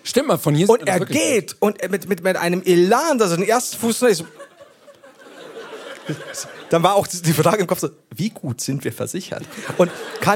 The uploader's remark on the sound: LIVE in Hamburg. Auf der Reeperbahn nachts gegen 8.